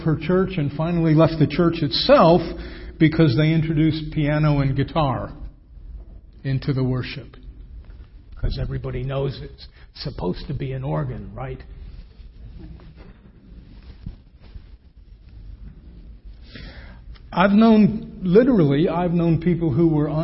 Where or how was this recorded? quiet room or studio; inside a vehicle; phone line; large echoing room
large echoing room